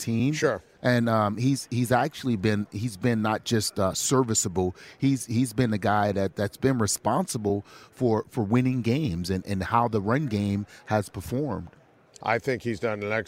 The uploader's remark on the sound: live on Radio Row from Los Angeles